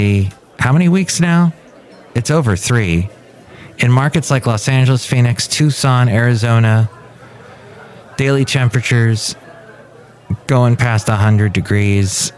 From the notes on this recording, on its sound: podcasts live from Café Anyway